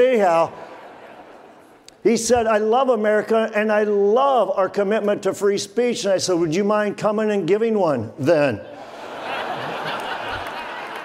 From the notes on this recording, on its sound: from the stage at our Family Leadership Summit